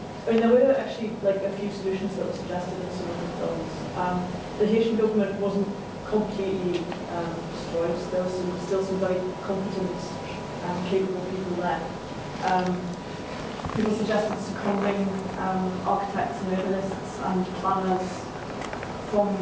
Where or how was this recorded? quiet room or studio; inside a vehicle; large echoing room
large echoing room